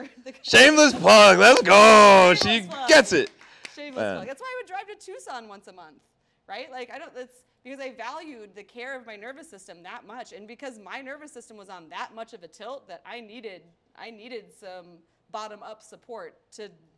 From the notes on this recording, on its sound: This podcast was shot as a special event in front of a live audience in collaboration with Make One Day Happen.